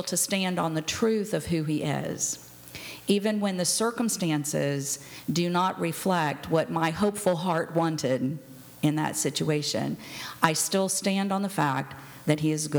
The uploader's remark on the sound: This was recorded before a live audience.